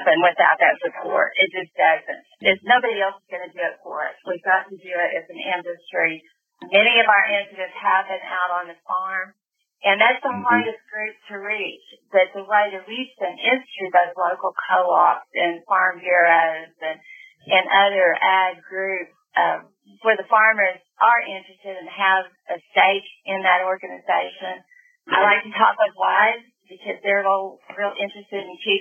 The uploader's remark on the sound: The audio is a little rough